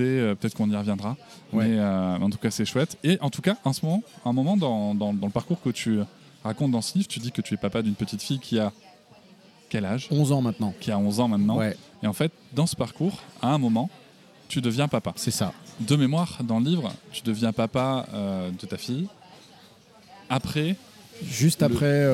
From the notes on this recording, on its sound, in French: Nous nous retrouvons plus tard au début de l'été au restaurant Le comptoir de l'arc où nous allons déjeuner et enregistrer.